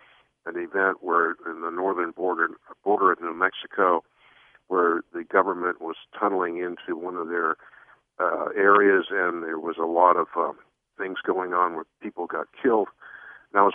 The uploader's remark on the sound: Take listener phone calls.